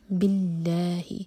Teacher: اللہ تعالیٰ کے نام میں جو لام ہے اس کو لائٹ پڑھیں گے